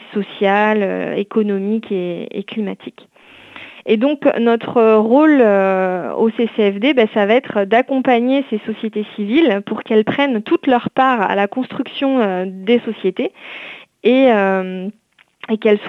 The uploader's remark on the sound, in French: Reçoit aujourd’hui par téléphone.